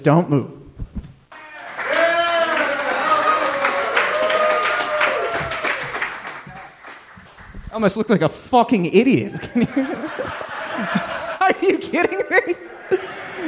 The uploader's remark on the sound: This live talk show was recorded in front of a human audience. At Go Bananas Comedy Club in Cincinnati, OH.